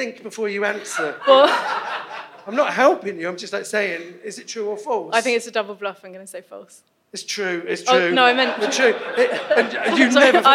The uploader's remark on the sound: in front of a live audience